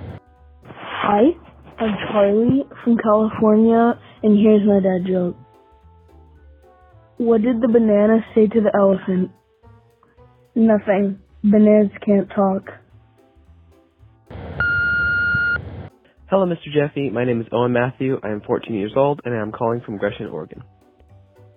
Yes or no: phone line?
yes